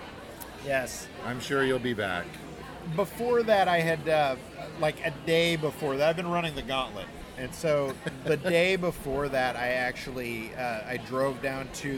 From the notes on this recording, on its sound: We're recording live from the Chub Hub PDX Body Positive Block Party!